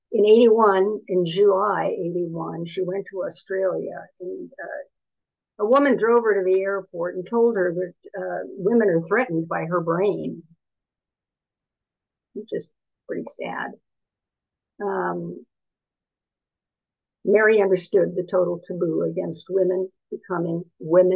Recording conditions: video call